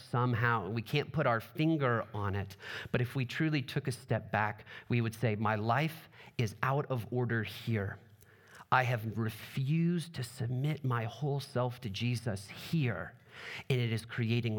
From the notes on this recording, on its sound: Trinity Anglican Church Littleton, CO